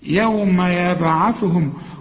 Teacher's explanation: وقلقل الباء لأن الباء عليها سكون، كل به عليها سكون لازم تقلقلها